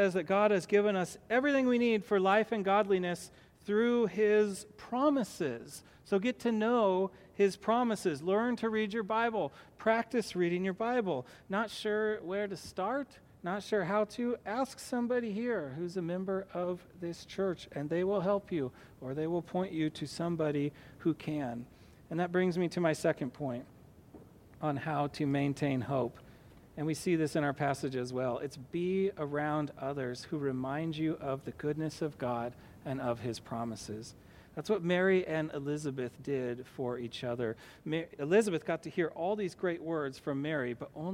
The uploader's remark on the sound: to the congregation of Peace Bible Church in Salem, Oregon